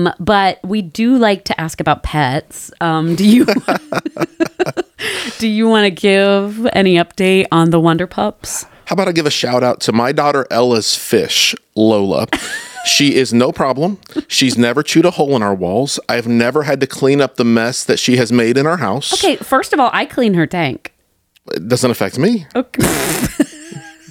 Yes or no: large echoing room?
no